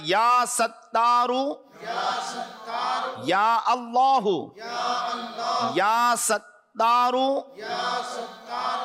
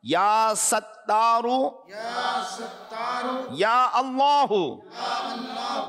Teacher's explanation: اس میں جو سین ہے اس میں سیٹی آئے گی، اور تا جو ہے یہ باریک پڑھا جائے گا، مشدد ہے، جماؤ سے پڑھا جائے گا